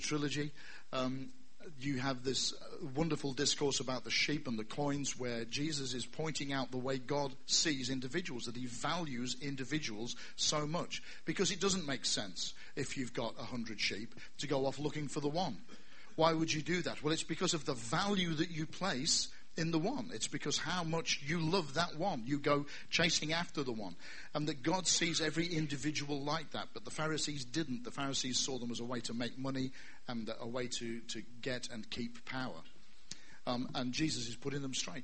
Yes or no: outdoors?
no